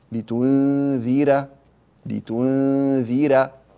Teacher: فجاءت الراء مفتوحة وجاء قبلها حرف مكسور، فإنه يرقق هذه الراء